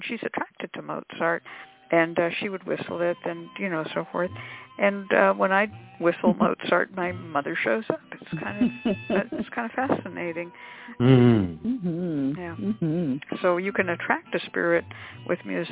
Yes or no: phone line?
yes